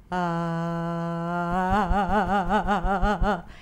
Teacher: You hear that the voice goes up really quickly. · Term: optimum pitch level